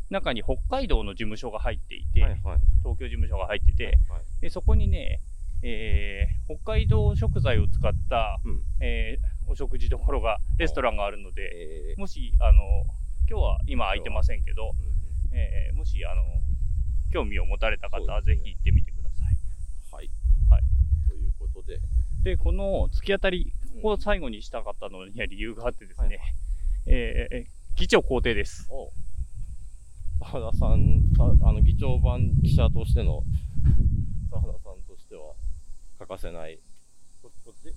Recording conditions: wind noise